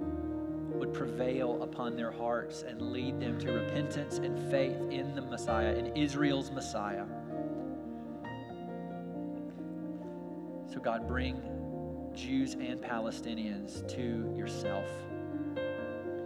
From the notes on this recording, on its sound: We're glad to share our service audio